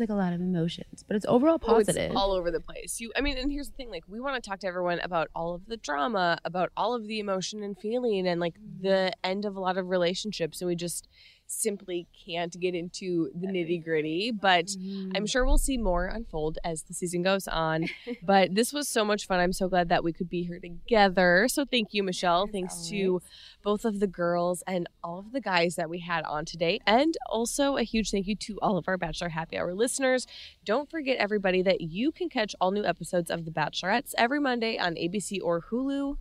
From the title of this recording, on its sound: LIVE from ‘Men Tell All’